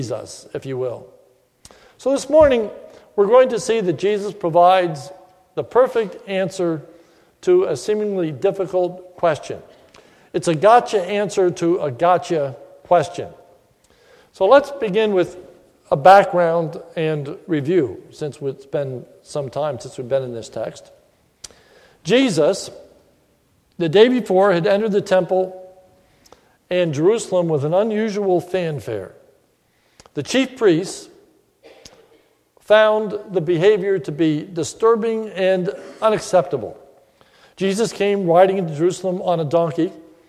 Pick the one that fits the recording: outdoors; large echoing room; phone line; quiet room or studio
large echoing room